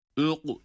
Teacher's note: kaf, galgala harfi ve kalın okunuyor